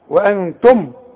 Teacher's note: ادغم بقى ميم مع ميم، ادغم بغنة، وانتم معري، رقق لي الراء، معري، معرضون.